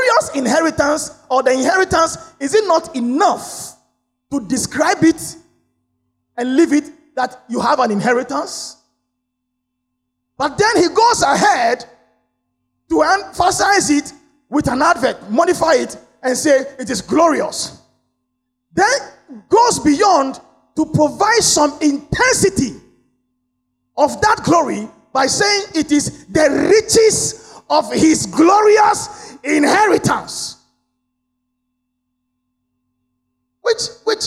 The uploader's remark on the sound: Sermon preached at CBC Shiashie Campus